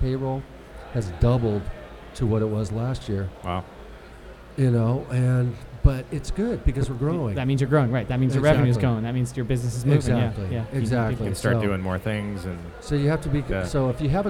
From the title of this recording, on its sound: Live at Absolution Brewery